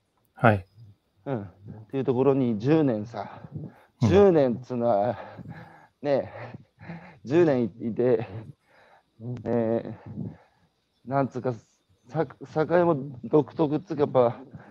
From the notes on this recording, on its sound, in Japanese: 歩きながら1時間、対談する